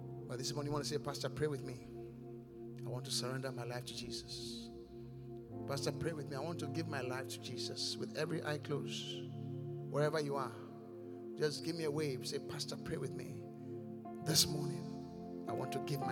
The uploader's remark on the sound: Preached at The Qodesh.